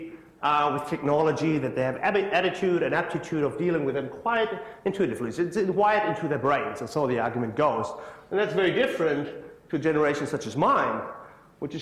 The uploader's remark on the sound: IFE Lecture, recorded 1 September 2017 at QUT.